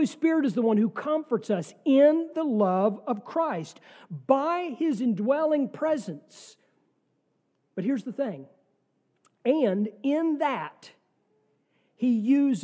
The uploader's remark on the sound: sermon from our worship service on November 5, 2023